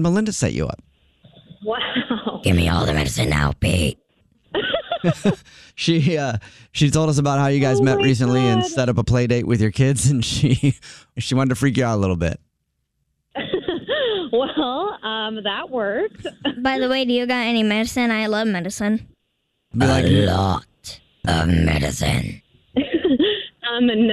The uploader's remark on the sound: Phone Prank